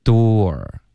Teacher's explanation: door 的这个发音呢是一个倒 C 的这个元音后面带一个 R